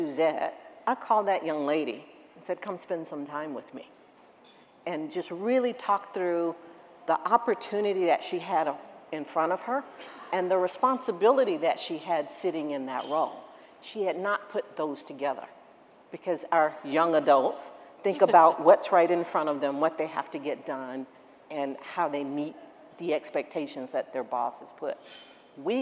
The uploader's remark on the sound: A special edition of The Daily Scoop Podcast from the ACT-IAC Executive Leadership Conference in Hershey, PA.